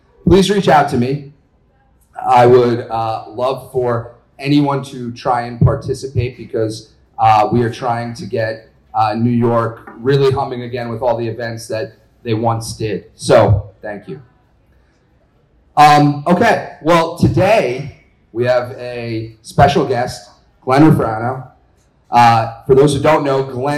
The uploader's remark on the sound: Live from ICSC NY/NJ